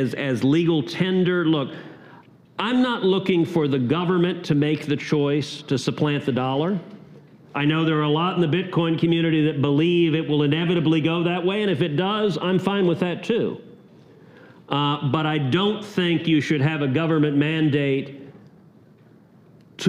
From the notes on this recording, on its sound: LIVE at Yale University. Special Young America’s Foundation event.